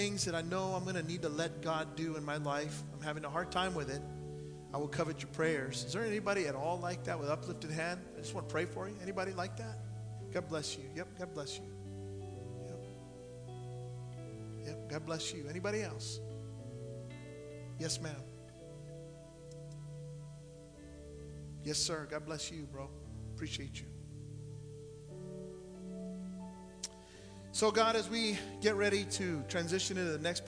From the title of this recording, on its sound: Sunday Morning Service